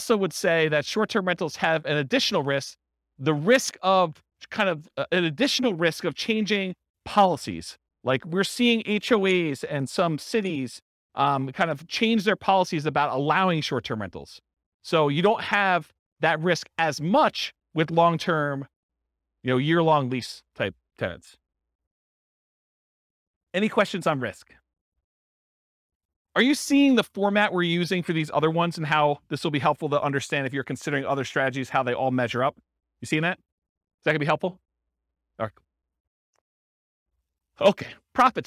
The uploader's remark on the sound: This was a live class recorded